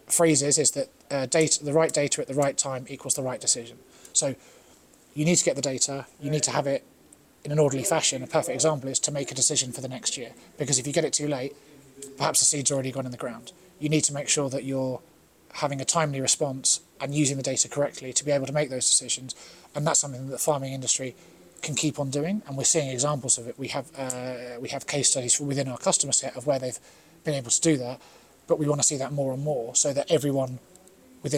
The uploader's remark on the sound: Attends the CropTec Show. All recorded from The CropTec Show in Stoneleigh.